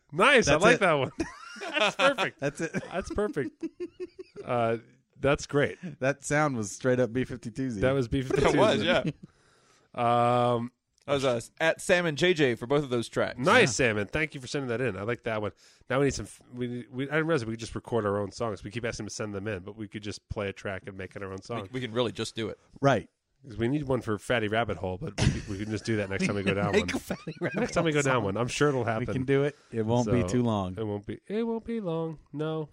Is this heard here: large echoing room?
no